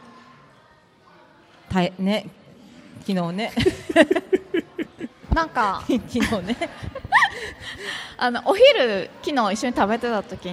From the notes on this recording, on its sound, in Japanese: 楽しく公開収録。鳥取県倉吉市発。